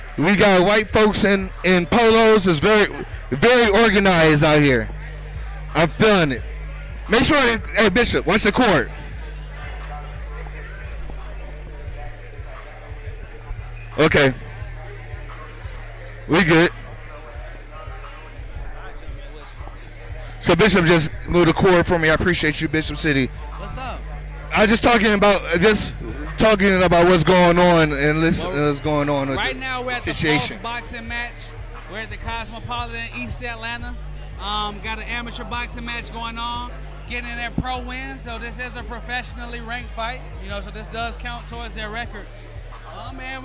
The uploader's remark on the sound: Recorded in Atlanta, GA at Cosmopolitan Premier Lounge. Heartland Radio covers a Night Of Championship Boxing presented by Pulse Boxing.